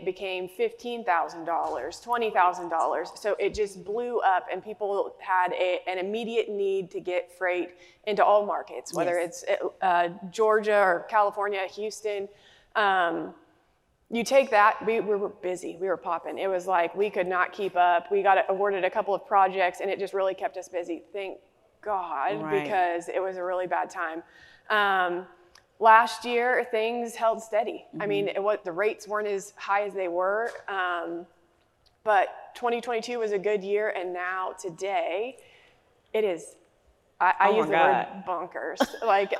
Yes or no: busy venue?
yes